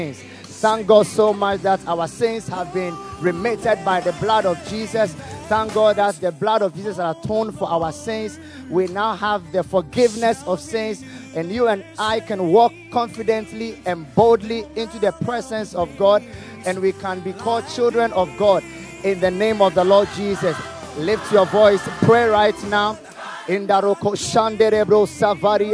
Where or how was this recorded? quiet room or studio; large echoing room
large echoing room